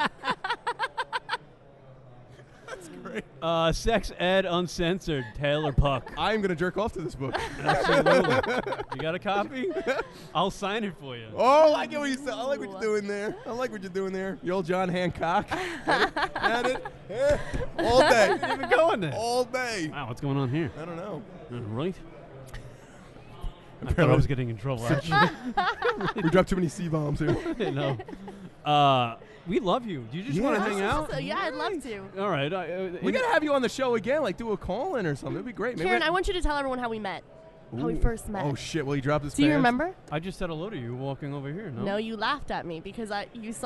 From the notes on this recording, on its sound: Live audio from the Blog WOrld Expo in NYC.